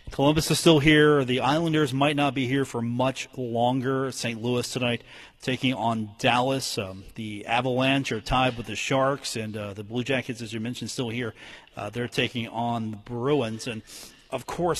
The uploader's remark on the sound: Broadcast live from The Union Pub and Grill in Huntington for today's episode.